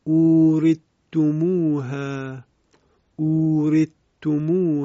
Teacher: وقتی ادغام صورت میگیره به این شکل تلاوت میشه: اورثتموها، اورثتموها، یعنی حرف ثا کاملا از بین رفت و حرف تا مشدد شد